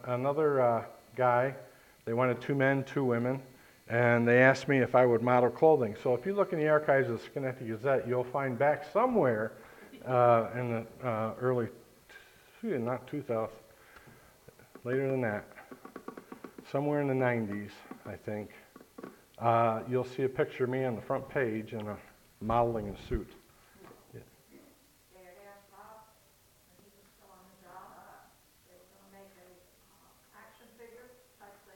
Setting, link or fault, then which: setting, large echoing room